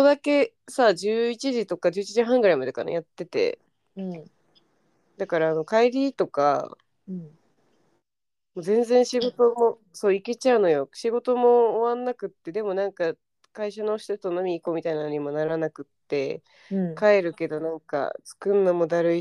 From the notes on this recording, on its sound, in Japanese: 音声不良スミマセン。